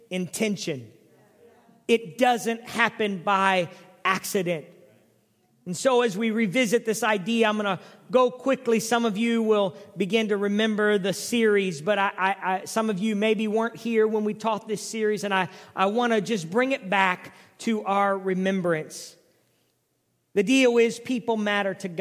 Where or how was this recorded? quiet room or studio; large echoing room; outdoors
large echoing room